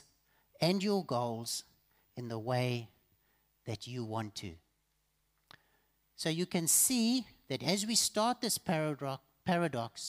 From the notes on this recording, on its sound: Evening Worship Service